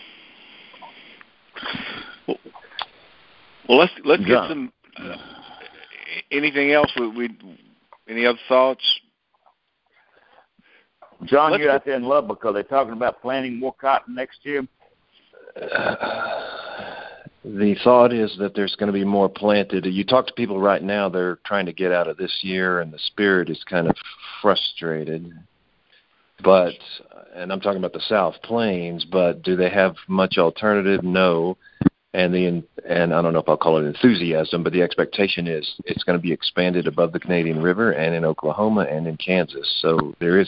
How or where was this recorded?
phone line